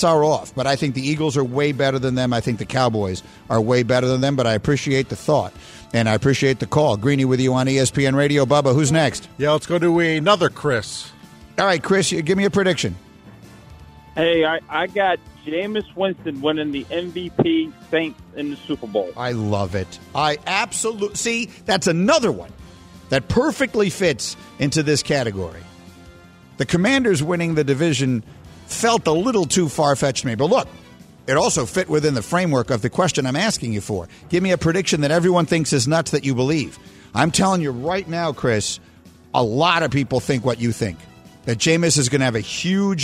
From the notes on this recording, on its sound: In studio. We open the phones.